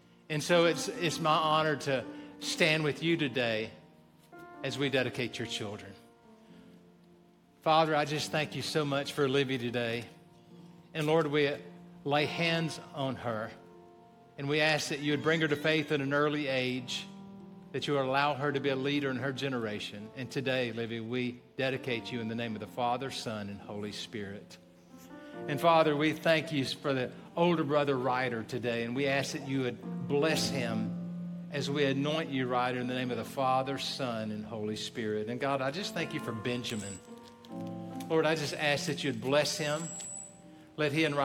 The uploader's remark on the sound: Recorded live at Stevens Creek Church.